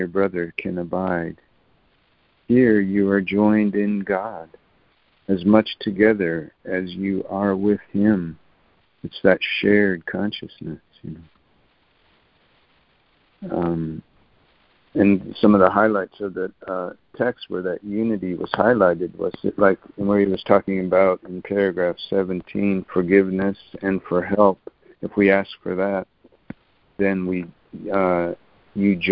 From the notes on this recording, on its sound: ACIM Daily Conference Call